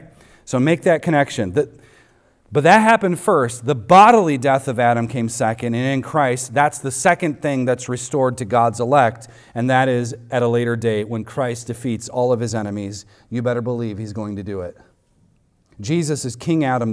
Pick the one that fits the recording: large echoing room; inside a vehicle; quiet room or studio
large echoing room